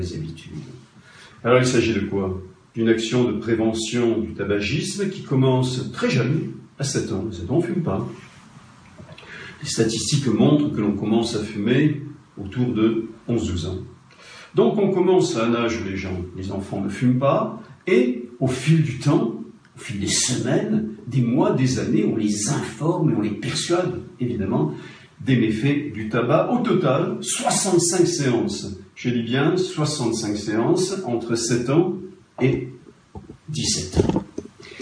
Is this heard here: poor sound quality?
yes